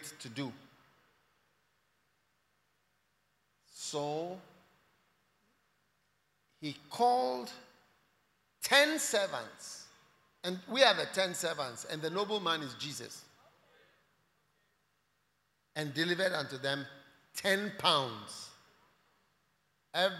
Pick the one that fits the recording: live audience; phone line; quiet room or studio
live audience